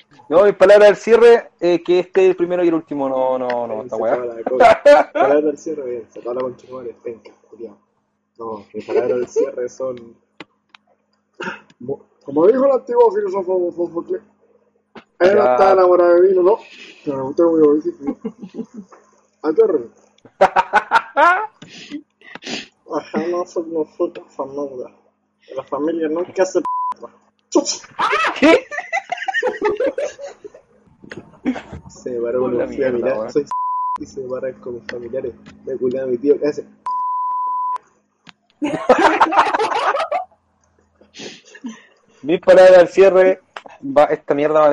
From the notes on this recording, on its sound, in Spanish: Audio caca. El audio es una soberana caquita.